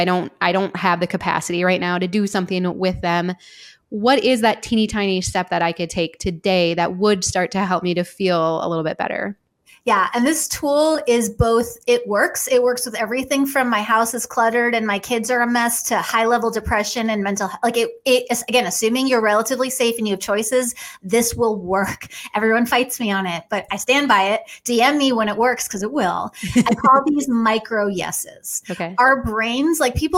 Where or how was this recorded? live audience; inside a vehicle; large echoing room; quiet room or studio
quiet room or studio